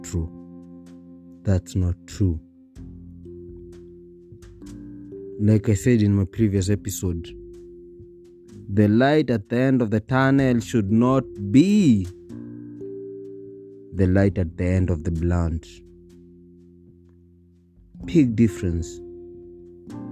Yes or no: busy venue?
no